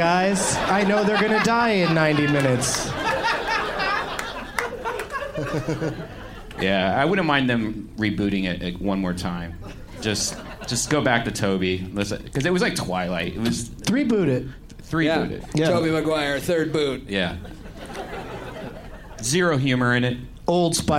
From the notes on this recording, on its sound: Live from the Palace Station Casino in Las Vegas.